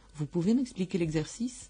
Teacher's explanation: la frase afirmativa con una entonación ascendente es una pregunta también